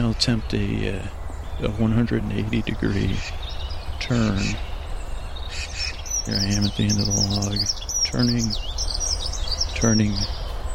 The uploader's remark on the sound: This episode was recorded on location (starts 14:30) and contains ambient noises like birds and moss scratching, as well as me walking.